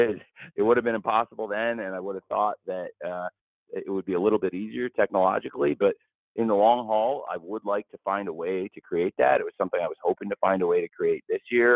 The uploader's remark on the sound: AEW All Out Media Conference Call.